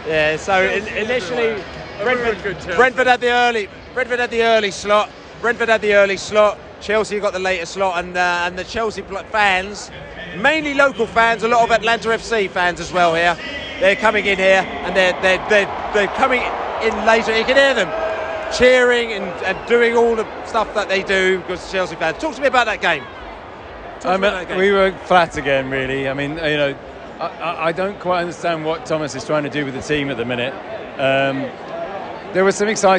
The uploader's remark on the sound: Post Match Podcast from the Atlanta Dome